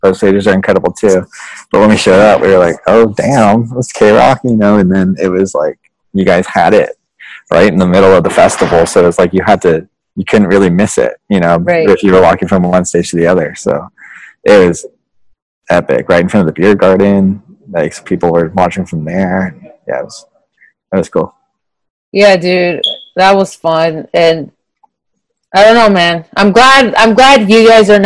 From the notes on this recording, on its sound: done via Zoom of course